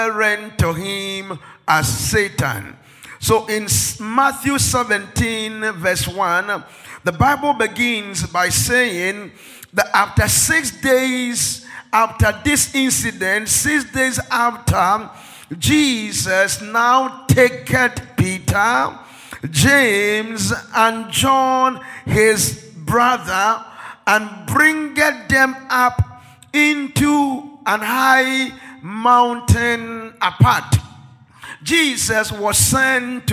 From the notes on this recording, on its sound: This message was preached by our Executive Pastor on the first Sunday of the month of February 2024 during our Sunday Executive Service .